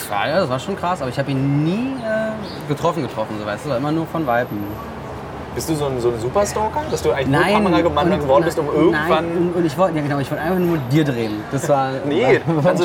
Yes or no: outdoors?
yes